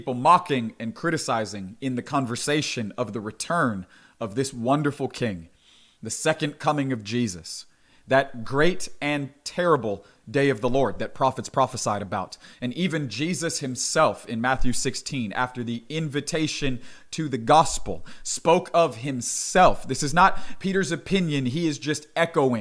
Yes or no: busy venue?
no